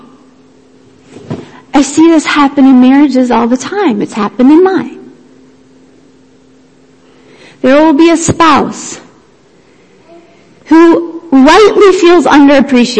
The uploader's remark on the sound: Worship Service - Audio